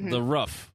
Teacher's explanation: if you're talking about that thing that's on the top of your house, it's a very constricted pair of vowels